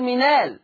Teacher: زي من قال، من قال لما كنت بنقل الحركة الهمزة واحذف الهمزة فتصير منال، فيصير هذا بدل يسميه العلماء ببدل مغير بالنقل، بدل مغير بالنقل، لأنه تغيرت الهمزة، حذفت الهمزة وأخذنا الحركة التي على الهمزة ووضعت على حرف الساكن قبلها